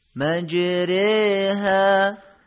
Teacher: حرف را با کسره و به صورت فارسی خوانده شد. اصطلاحاً به این کار در تجوید اماله گفته میشه.